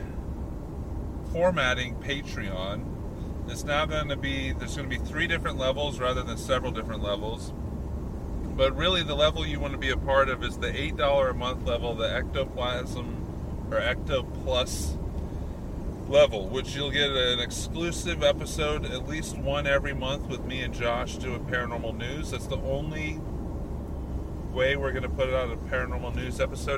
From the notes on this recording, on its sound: On this episode we take Ectoplasm Show on the road! While driving to a wedding.